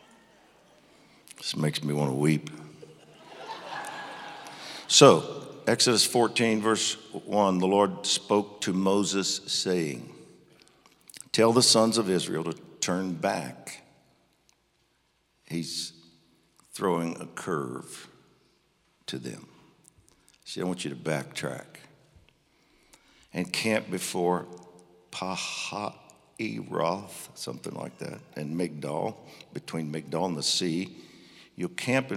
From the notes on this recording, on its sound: Recorded live on 7/18/21.